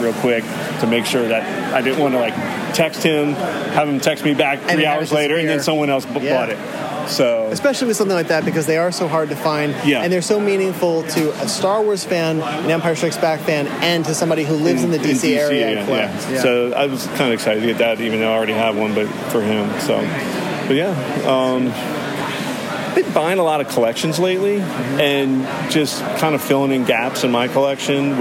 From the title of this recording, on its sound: Live From The Toys For The Ages Expo